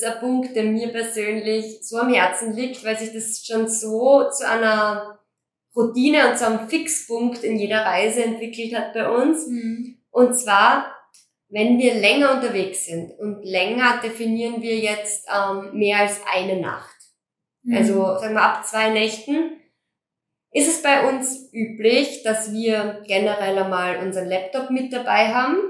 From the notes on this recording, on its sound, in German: Bei dieser Folge handelt es sich um unsere erste Aufnahme überhaupt. Damals hatten wir noch kein so "ausgereiftes" Audio-Setting.